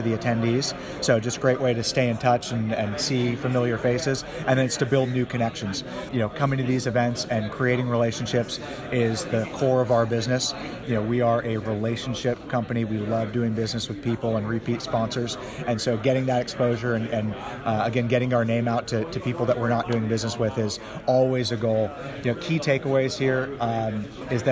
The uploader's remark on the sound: Various interviews LIVE from the 2020 Intelligent Investors Real Estate Conference. Various interviews LIVE from the 2020 Intelligent Investors Real Estate Conference.